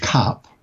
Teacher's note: the open vowel in a word like cup, which would be very open in the early days, cup, and is now more centralized, so it's more cup.